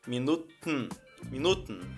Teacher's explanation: Se escreve Minuten, mas você engole o E. Minuten. É só travar a língua aqui no dente e falar minuten, minuten.